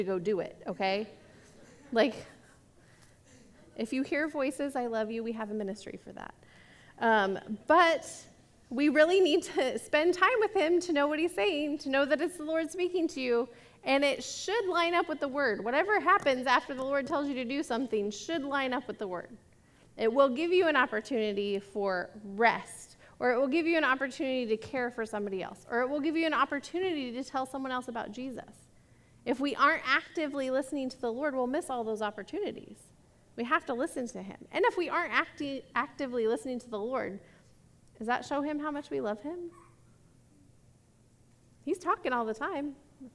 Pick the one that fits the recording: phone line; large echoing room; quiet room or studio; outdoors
large echoing room